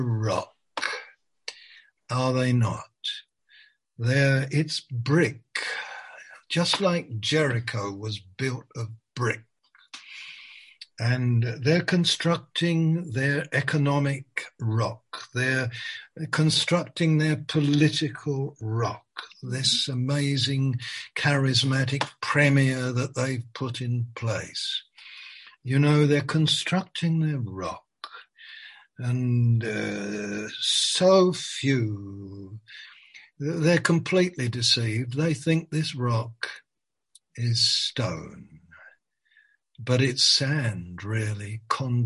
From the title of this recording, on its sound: Malaysia Meets (Zoom)